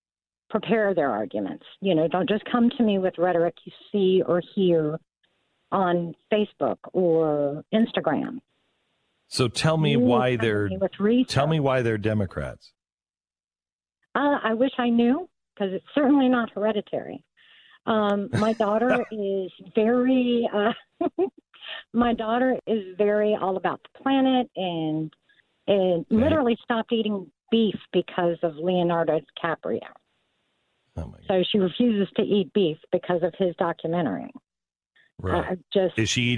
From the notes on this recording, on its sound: Take calls from his audience